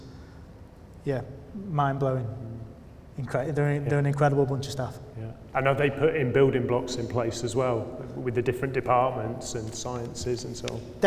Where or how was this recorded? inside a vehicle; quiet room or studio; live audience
live audience